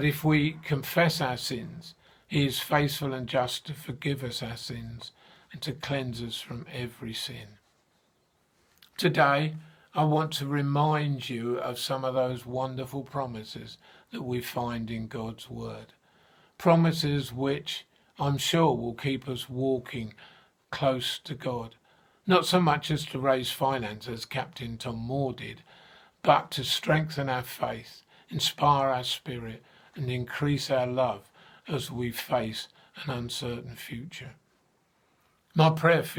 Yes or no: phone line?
no